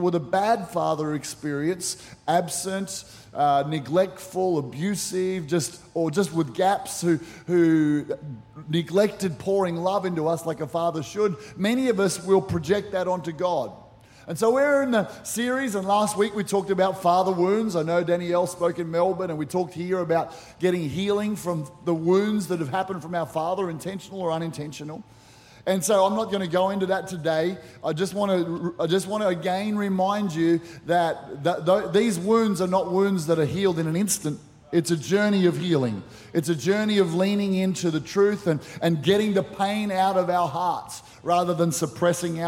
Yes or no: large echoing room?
yes